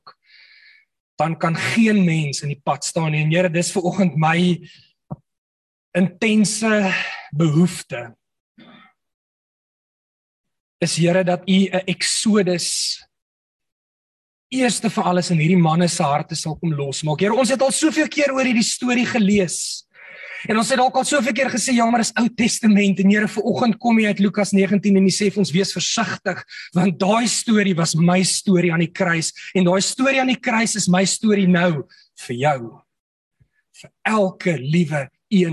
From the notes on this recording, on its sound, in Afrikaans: Manne van die Woord Zoom Byeenkoms 15 Maart 2022